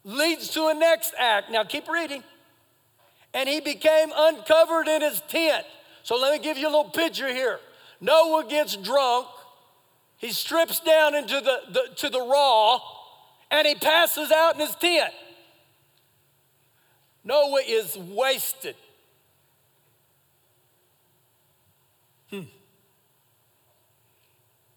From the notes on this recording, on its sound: Recorded live during our Sunday morning service on 07-09-2023